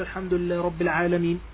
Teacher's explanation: أدغم الهاء في الحرف الذي بعده، والهاء بينها وبين الراء تباعد، فلا يجوز أن تدغم الهاء في الراء · Term: إدغام غير صحيح